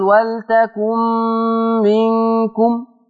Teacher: في كلمة منكم الغنة بتاعتها ده إخفاء · Term: غنة الإخفاء